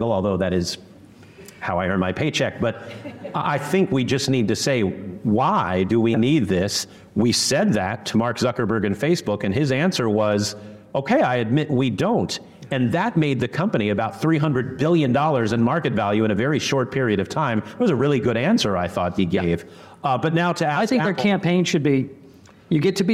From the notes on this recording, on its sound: Today's very special episode was hosted live by the San Jose Rotary Club during their weekly luncheon meeting.